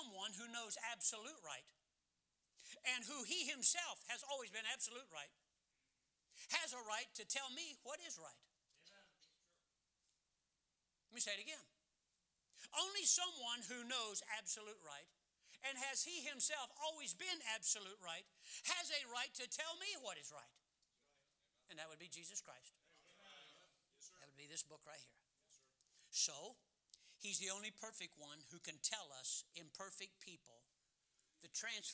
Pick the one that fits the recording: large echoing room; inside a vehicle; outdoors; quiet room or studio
large echoing room